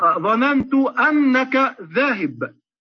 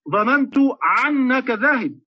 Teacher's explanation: العنعنة عند تميم العنعنة كانوا ينطقون الهمزة عينا · Shown in: second take · فيقولون في أن يلعن، يقولون ظننت أنك ذاهب، ظننت أنك ذاهب، يقولون فيها ظننت عنك ذاهب، يقلبون الهمزة عينا.